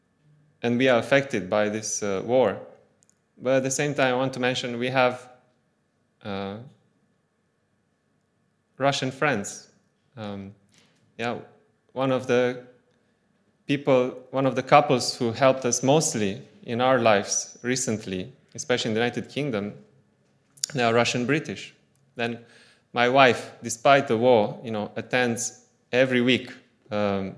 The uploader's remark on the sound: Audio from a sermon in Hatch End